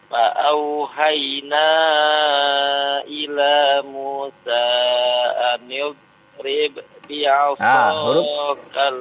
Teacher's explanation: maka hilanglah qalqalahnya karena terjadi idgham · Term: idgham mislain